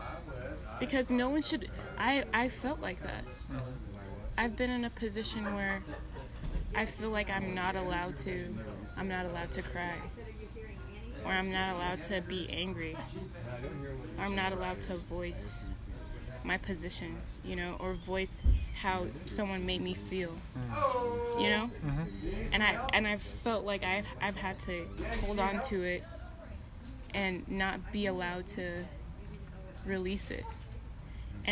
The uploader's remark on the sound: A raw exploration into a live outdoor conversation at a local coffee shop.